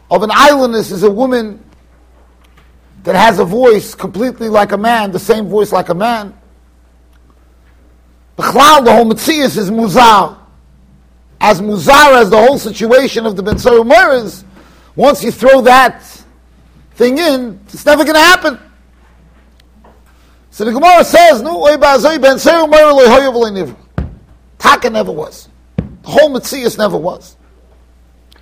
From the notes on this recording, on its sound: Shiur recorded in Yeshivas Ohr Reuven, Monsey NY.